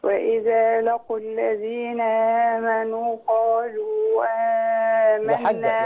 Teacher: لكن قالوا دي مد منفصل 6 حركات